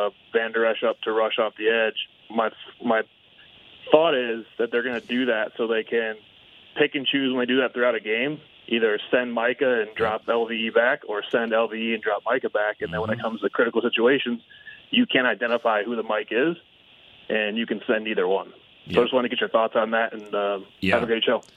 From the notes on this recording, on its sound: Plenty of phone calls came through the line